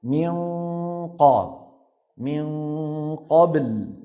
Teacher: أقصى اللسان سادد الطريق تماما من الناحية الفموية